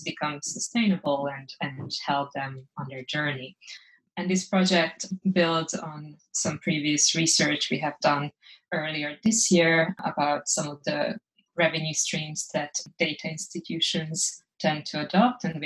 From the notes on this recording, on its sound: This podcast was recorded remotely over Zoom.